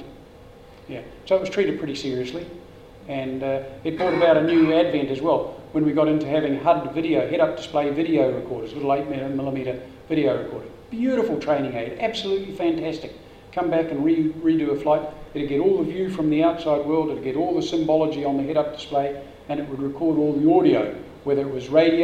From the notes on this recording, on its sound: Recorded: 19th of January 2014, live at the Wings Over New Zealand Forum Meet